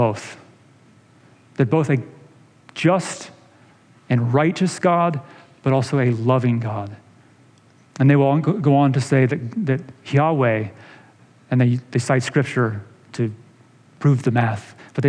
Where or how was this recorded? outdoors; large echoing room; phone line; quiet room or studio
large echoing room